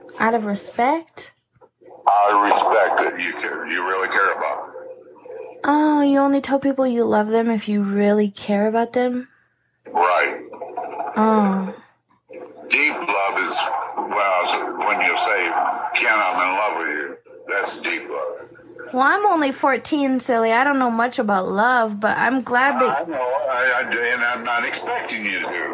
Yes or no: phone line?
yes